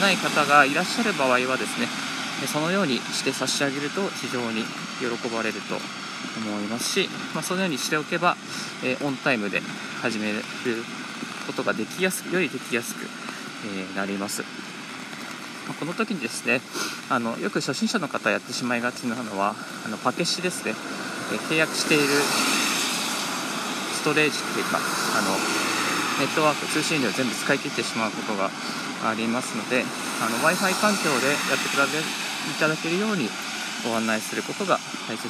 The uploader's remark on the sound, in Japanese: 歩きながらラジオ配信